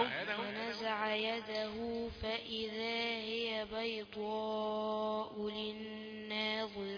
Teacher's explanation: المد في بيضاء ده مد أقل حاجة فيه أربعة. فأنت جبت كده ثلاثة ونص.